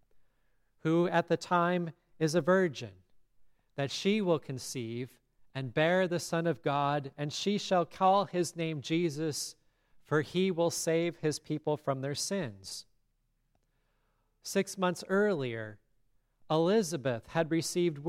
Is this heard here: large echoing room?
yes